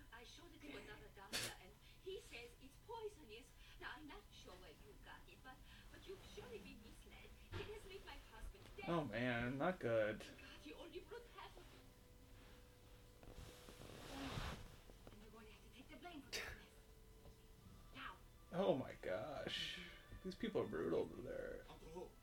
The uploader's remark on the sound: This one is different, because we watch it live, so you get off the cuff nonsense, some silence as we watch it. You can also hear the movie in the background.